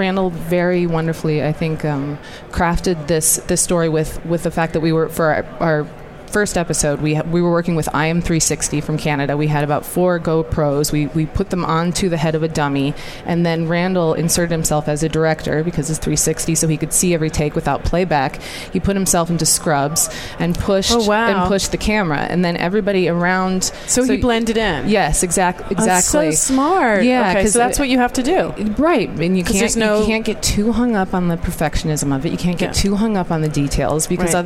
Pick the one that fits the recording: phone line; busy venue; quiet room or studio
busy venue